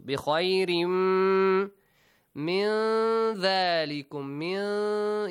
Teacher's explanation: You don't hear the noon completely. إِخْفَى.